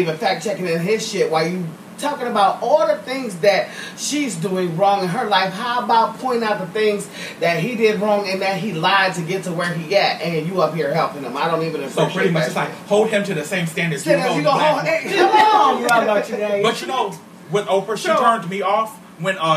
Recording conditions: background noise